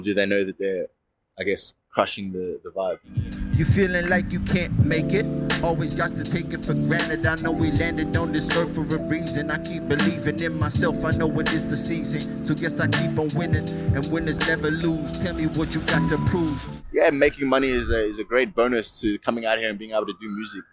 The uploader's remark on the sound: Outside Southern Cross Station, Melbourne Central Business District.